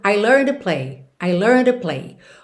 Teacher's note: Ela é um D. A próxima palavra começa em T. D, T, T, D, a gente já sabe que costuma ligar num som só.